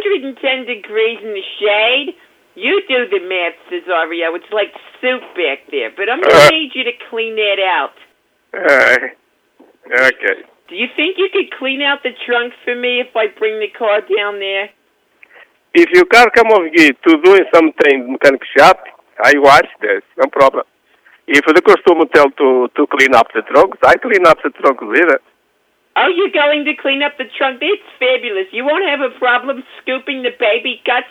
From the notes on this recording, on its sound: …'s Personal Prank Phone Calls Collection.